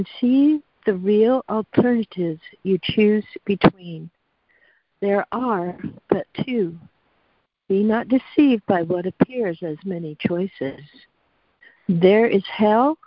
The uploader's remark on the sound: ACIM Daily Conference Call